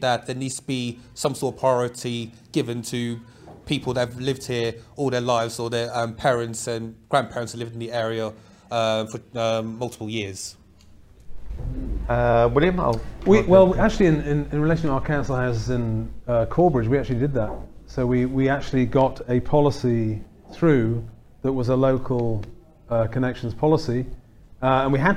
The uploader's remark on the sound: in a debate organised by the SDP and held in London on 19th September